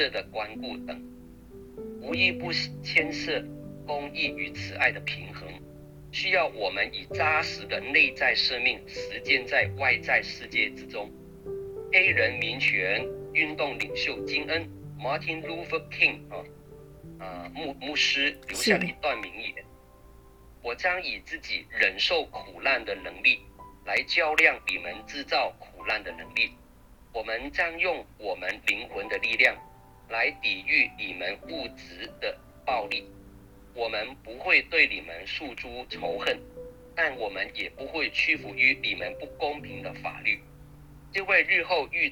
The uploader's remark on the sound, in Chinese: 近期錄音事工為配合疫情，錄音者全程皆配戴口罩。收音皆有些微影響。本週因應國定假日為電話錄製。